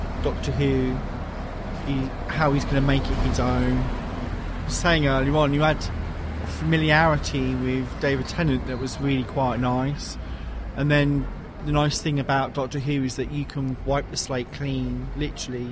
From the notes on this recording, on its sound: The Eleventh Hour London Launch Event. Recorded at the London Launch Event for Doctor Who: The Eleventh Hour. Both on and off mic.